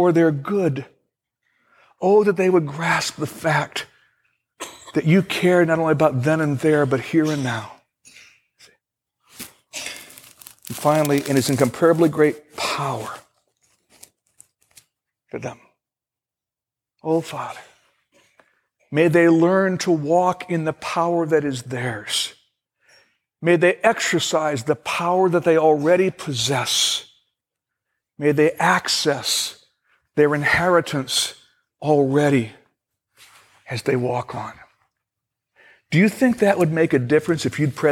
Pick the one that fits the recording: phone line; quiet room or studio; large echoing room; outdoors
large echoing room